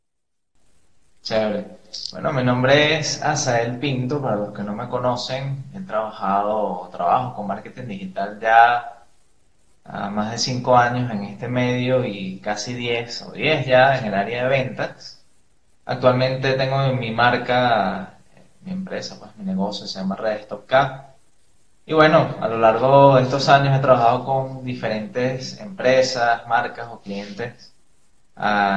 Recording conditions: video call